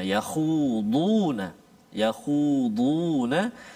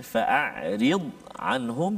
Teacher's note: yang ke-17 istitalah iaitu dari segi bahasa memanjang dari segi istilah makhraj hurufnya berpanjangan di bahagian tepi lidah sehingga ke makhraj lam